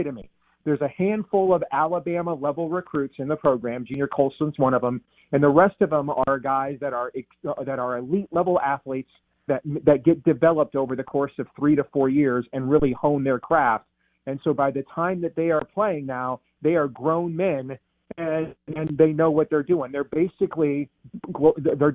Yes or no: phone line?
yes